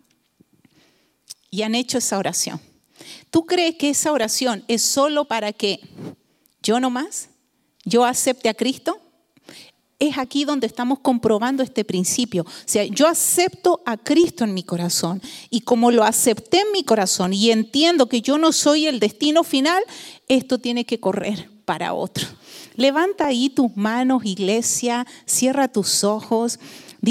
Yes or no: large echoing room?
yes